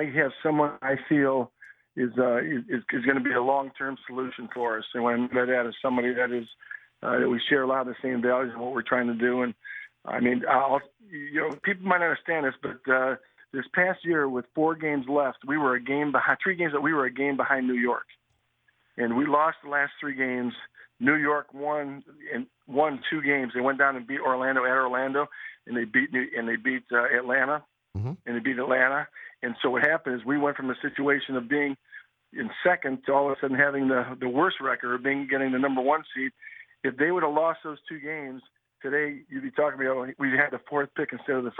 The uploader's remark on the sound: called into the Mackey & Judd radio show on 1500 ESPN